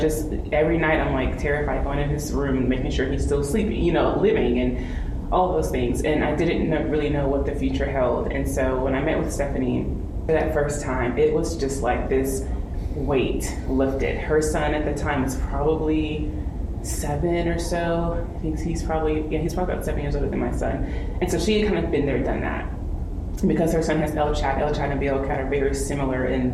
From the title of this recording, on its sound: Live from the IMC